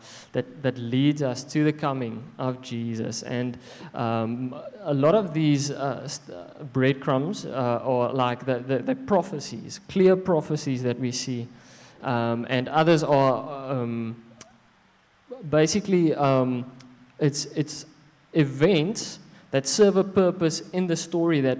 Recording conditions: large echoing room